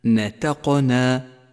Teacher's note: نتقنا نتقنا لون حرف القاف بالأزرق الفاتح إشارة إلى صفة القلقلة وهي هنا قلقلة صغرى لأنها في وسط الكلمة